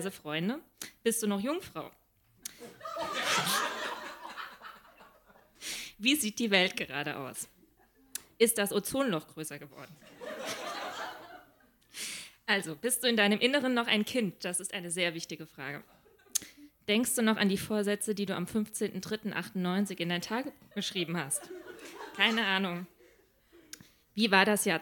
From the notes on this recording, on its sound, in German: Im Monarch, Berlin. Heißen Dank an den Monarch, unser tolles Publikum.